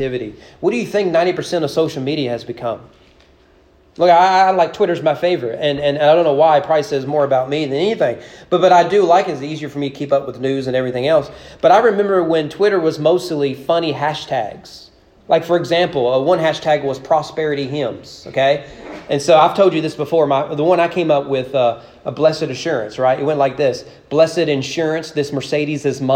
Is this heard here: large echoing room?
yes